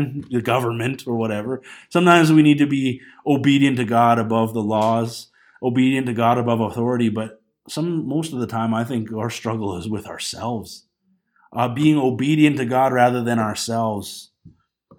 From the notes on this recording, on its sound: This Sunday morning message was recorded on January 19, 2020 at Bethel Pentecostal Tabernacle in Clinton, BC.